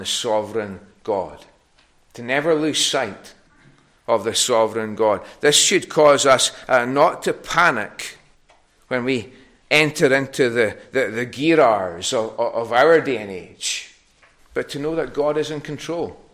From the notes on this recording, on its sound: recorded at North Harris Free Church on the evening of Sunday, 5th March 2023.